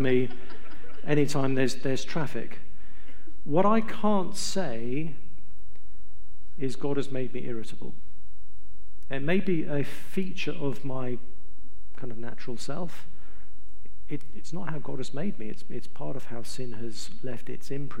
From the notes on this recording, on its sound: A one-night conference covering gender and sexuality from a biblical perspective. Responded to questions from the audience.